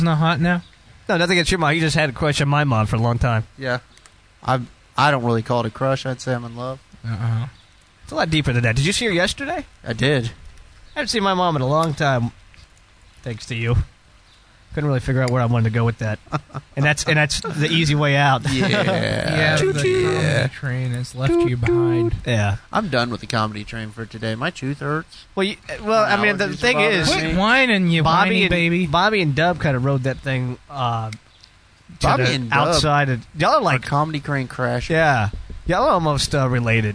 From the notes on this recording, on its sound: The show goes on location at a local college for a two hour show!